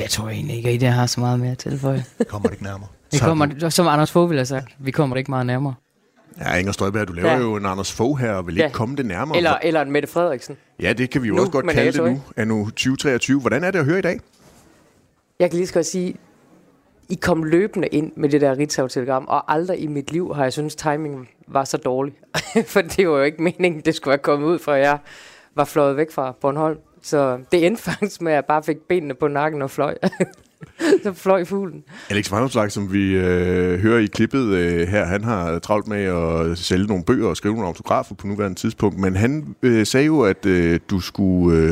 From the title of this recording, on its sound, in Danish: Live fra Folkemødet